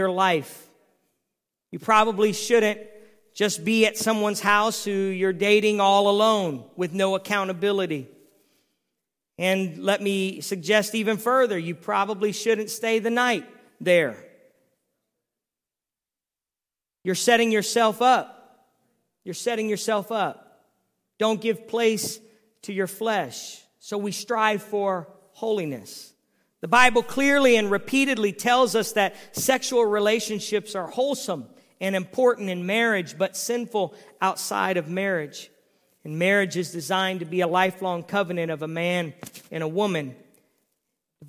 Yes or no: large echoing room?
yes